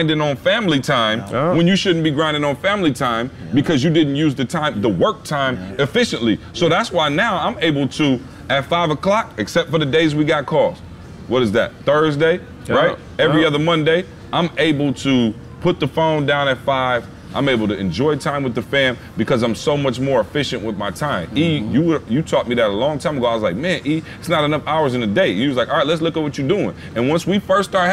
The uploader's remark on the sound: This week’s podcast was live from the Phenomenal Life Cruise.